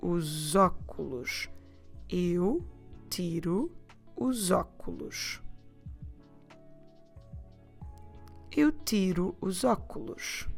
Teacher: I will repeat slowly, eu tiro os óculos, but now you know that normally we don't say os óculos. We will run those two words together and say os óculos.